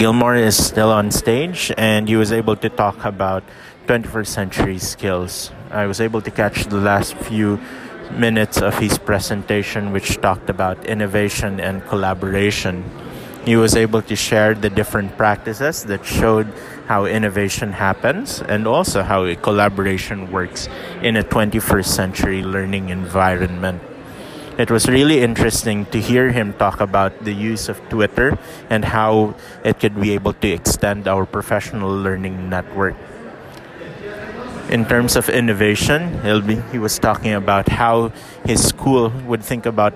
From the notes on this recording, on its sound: EduTech Philippines 2019. Some live recordings during the actual conference.